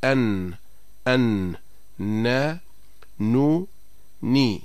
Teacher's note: لأن طرف اللسان إذا لامس ما يحاذيه من اللثة منع صوت النون من المرور، لذا فإن الصوت يخرج من الخيشوم